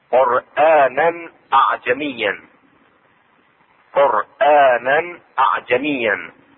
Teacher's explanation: المقصود هنا قرآنا، إظهار التنوين عند الهمزة